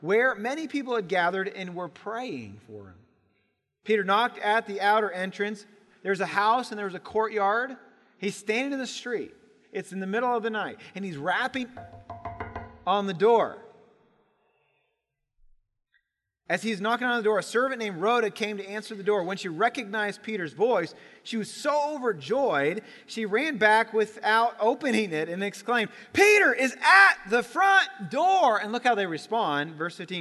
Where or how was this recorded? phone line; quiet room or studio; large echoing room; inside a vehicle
large echoing room